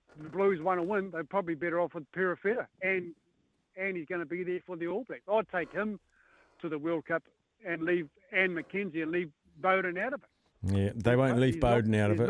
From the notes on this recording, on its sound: the phone lines were open to all listeners